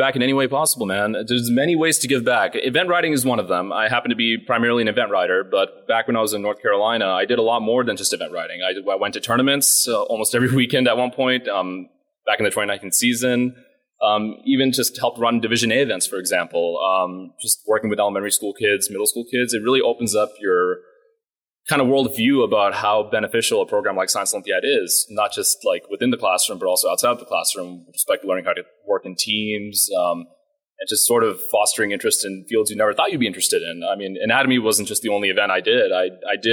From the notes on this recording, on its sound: LIVE from the 2023 Science Olympiad National Tournament at Wichita State University. LIVE from the 2023 Science Olympiad National Tournament at Wichita State University.